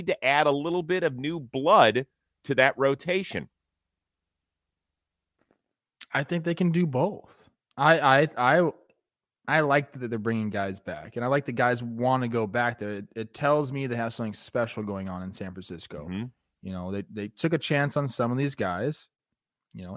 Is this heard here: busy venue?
no